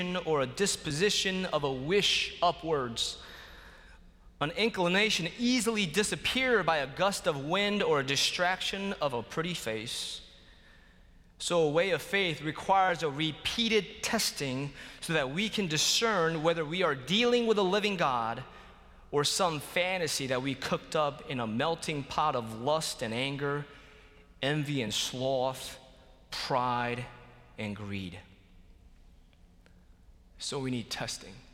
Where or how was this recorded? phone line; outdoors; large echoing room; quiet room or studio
large echoing room